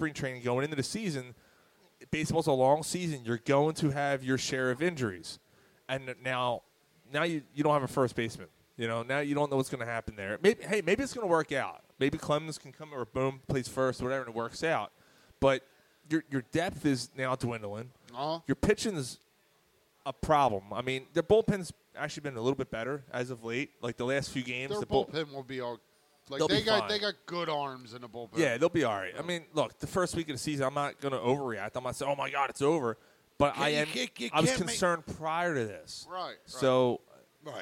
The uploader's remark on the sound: The guys are live at Naked Brewing Company to celebrate their 8th Anniversary of doing the podcast.